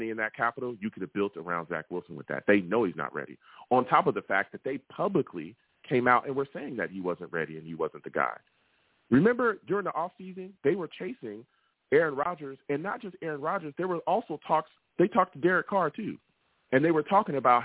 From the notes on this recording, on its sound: I take live callers!